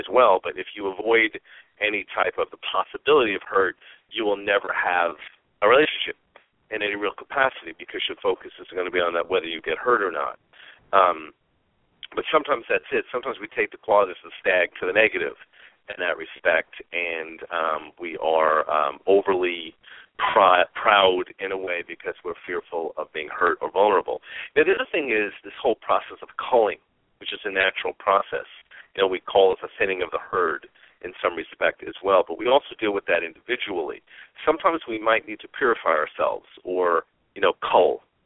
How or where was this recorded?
phone line